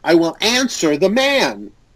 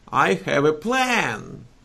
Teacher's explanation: All these words have a higher A.